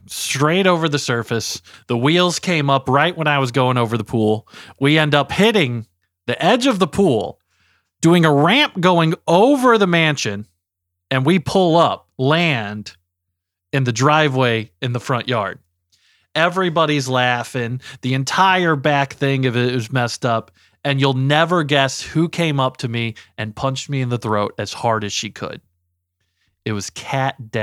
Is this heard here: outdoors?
no